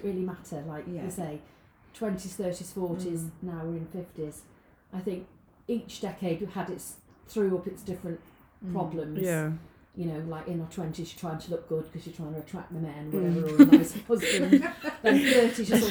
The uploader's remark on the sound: we know the sound quality is questionable we will invest in another MIC